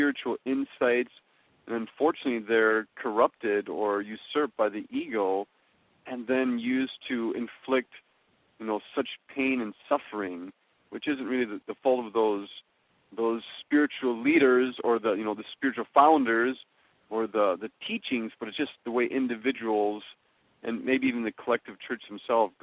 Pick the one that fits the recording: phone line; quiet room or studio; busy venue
phone line